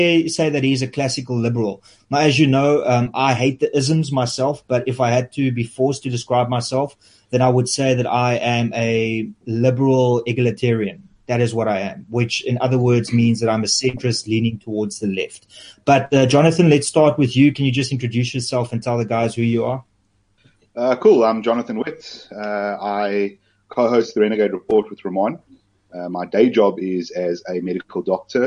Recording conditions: video call